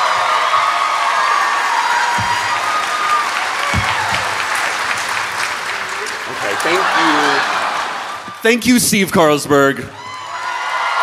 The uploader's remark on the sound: An excerpt from our latest live show recording